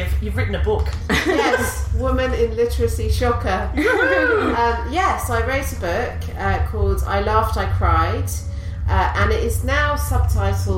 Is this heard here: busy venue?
yes